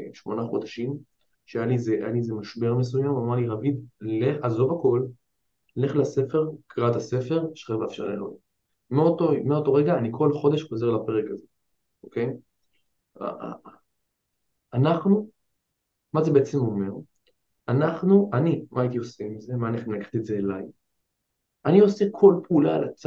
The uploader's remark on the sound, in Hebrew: אני בהרצאת ZOOM